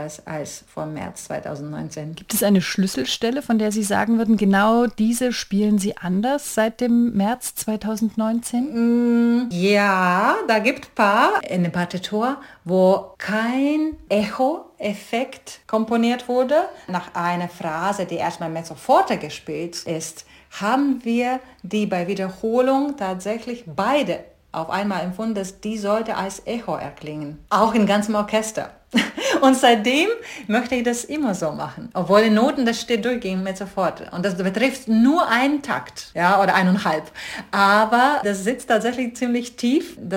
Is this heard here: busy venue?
no